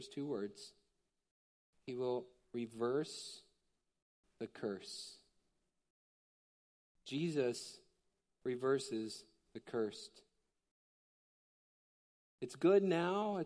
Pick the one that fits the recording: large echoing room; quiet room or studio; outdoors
large echoing room